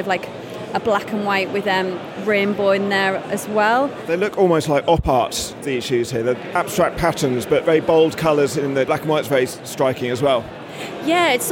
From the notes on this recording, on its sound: At the recent Rouleur Live show. We roved the halls of Rouleur Live to ask industry figures what their favourite pro team kit of all time is.